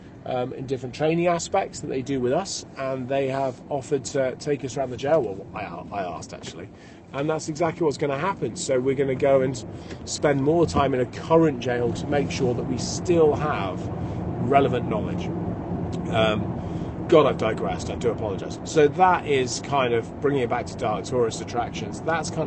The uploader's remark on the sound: Early morning drive to Somerset. I do not usually drive early hours in the morning to Shepton Mallet Prison, I prefer to travel down the day before, but it is a beautiful spring morning, so I will not complain too much.